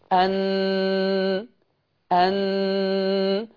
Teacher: طيب، ده مخرج النون العادي، وأنا بأدي بقى نون مشددة، هفضل حط طرف لساني في اللثة والخيشوم عمال يولد غنة